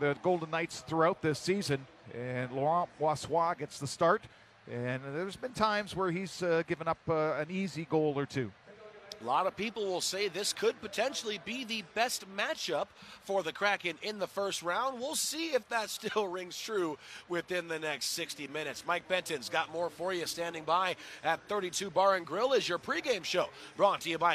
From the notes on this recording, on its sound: Opening remarks from the booth. Anchors from 32 Bar and Grill.